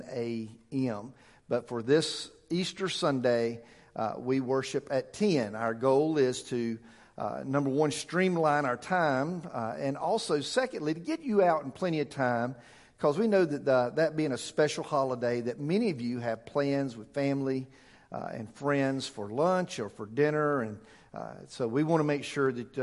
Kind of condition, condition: setting, large echoing room